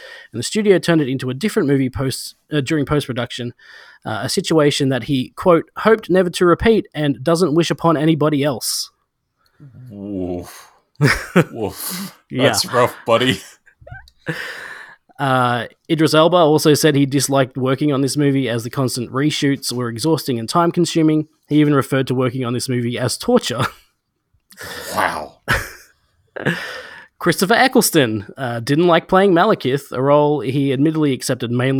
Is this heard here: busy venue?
no